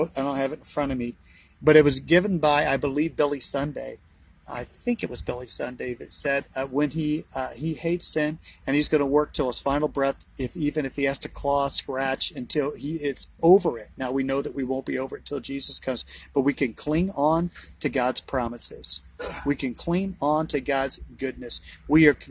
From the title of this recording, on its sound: BROWN BAG IN THE VAN!